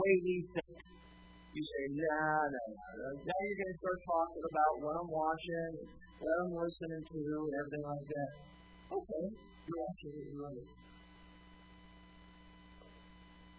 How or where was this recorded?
large echoing room